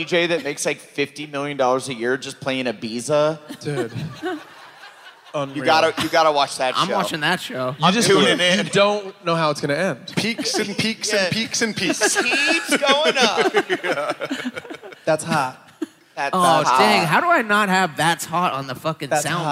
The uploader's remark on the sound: Live From Indianapolis!